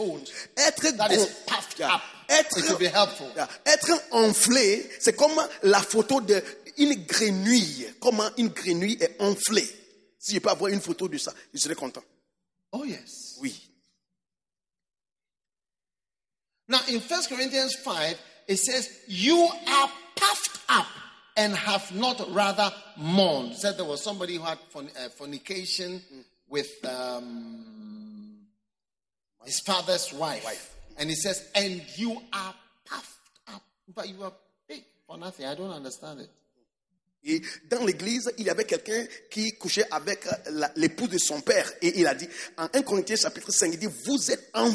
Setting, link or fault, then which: setting, live audience